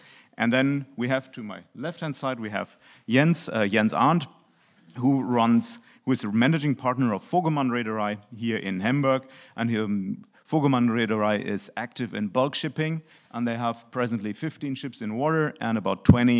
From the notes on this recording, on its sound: PANEL at the 3rd Annual German Maritime Forum, Hamburg, Germany. At the Radisson Blu Hotel in Hamburg, Germany.